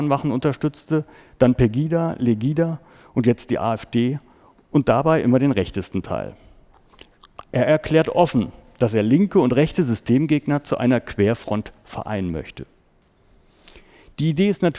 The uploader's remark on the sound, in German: Mitschnitt eines Vortrages